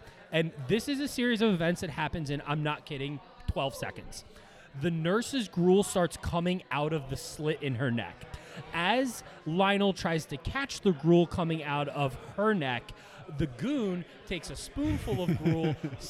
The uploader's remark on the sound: LIVE FROM DEW POINT BREWING COMPANY IN YORKLYN, DE